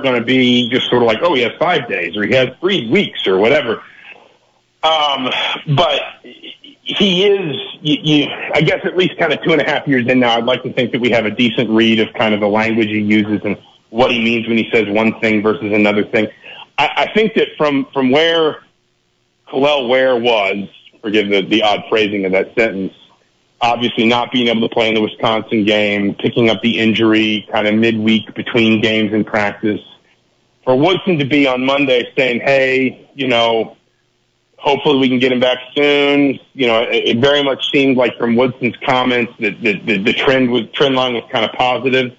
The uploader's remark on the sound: Guest line over the phone.